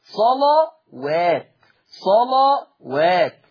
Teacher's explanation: لاحظوا أن تغليظ حرف اللام لا يطغى على ترقيق حرف الواو